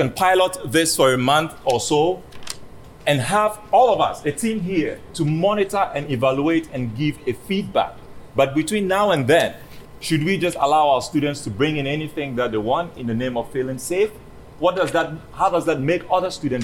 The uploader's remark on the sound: This is the recording of the public meeting, held at Holyoke High School, North Campus, regarding the random searches policy. Met with students, teachers, parents, and community members.